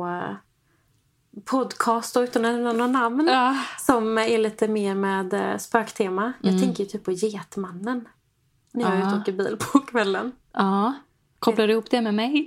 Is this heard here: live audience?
no